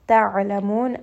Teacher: So you should feel a little bit of pressure. You should feel a little bit of constriction around that letter ayn. And you are going to make sure that you are spending a bit of time on this letter as well.